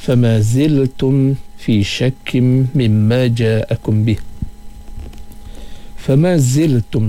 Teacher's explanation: sifat sofir pada huruf zay, kita ada sofir sikit. Ziltum dengan apa, keluarnya angin pada huruf zay tersebut.